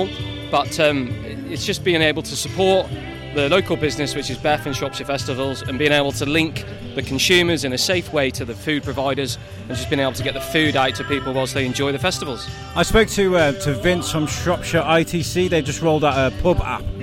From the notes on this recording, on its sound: while he was at the Shropshire Drive in Festival's Circus weekend